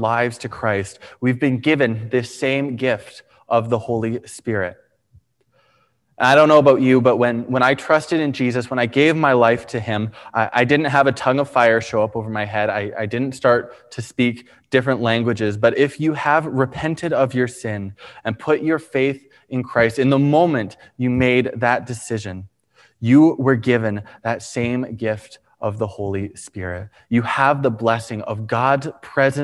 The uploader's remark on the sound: Preached on May 23, 2021 at Liberty Grace Church